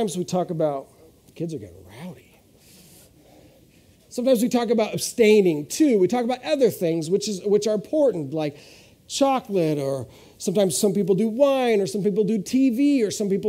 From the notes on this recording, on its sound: This is audio ripped from the Live Service video.